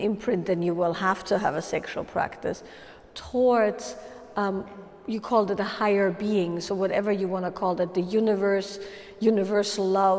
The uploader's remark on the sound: a live Q&A during a Wild Woman's Way workshop